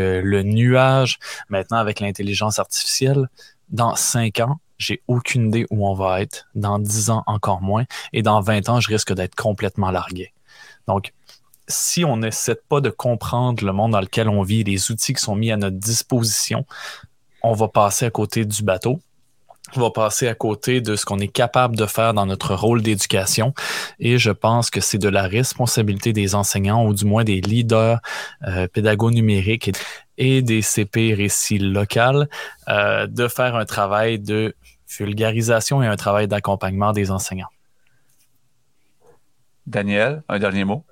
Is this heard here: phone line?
no